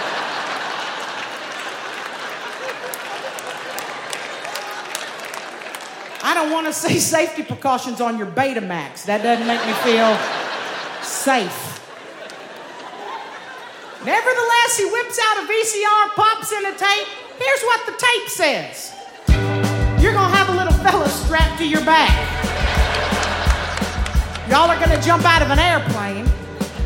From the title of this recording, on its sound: Snap LIVE! in Brooklyn